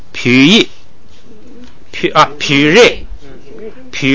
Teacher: 你不能带那个降的尾巴，就只能升不能降了，哎，把那个降去掉就变成了二声